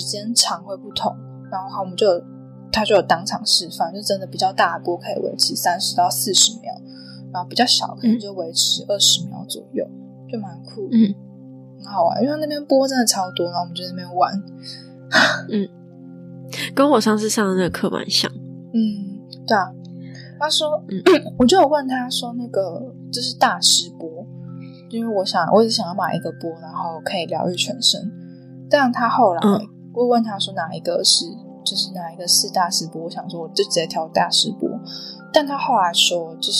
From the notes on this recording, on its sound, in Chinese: 這是我的聲音有點悶悶的是因為錄音時有施工的聲音，在後製的過程中為了把施工聲去掉就變成這樣了。